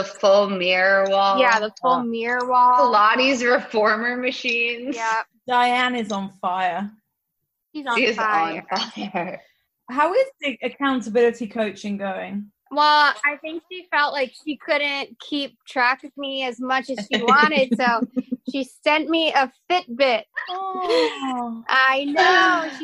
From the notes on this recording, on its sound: Beset by technical difficulties